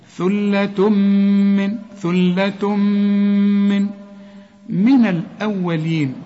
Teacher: التنوين اللي بعده ميم، ادغم ادغام كامل بغنة واقفل شفايفك هنا، ثلة من، ثلة من الأولين، كل الحروف هي مرققة مرققة.